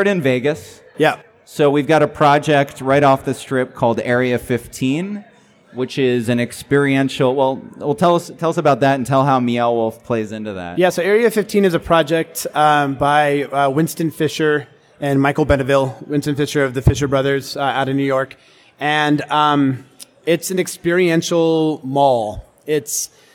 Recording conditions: live audience